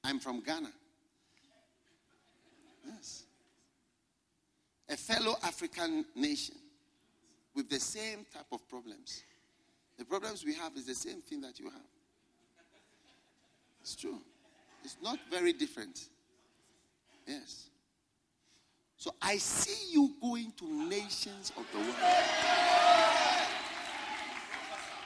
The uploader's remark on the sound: Preached at a Healing Jesus Pastors' conference in Palapye, Botswana